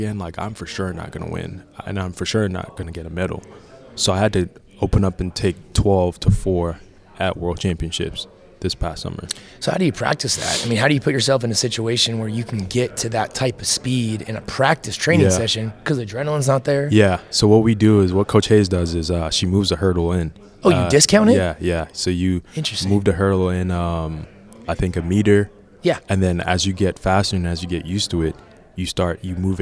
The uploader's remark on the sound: LIVE from Las Vegas! Live from Caesars Palace in Las Vegas.